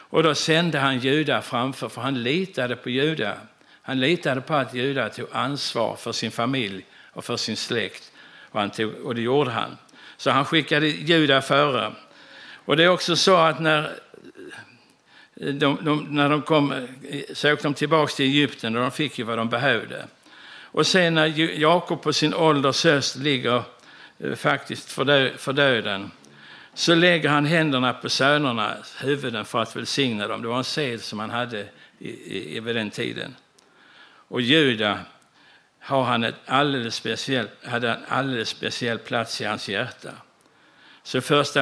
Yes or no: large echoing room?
yes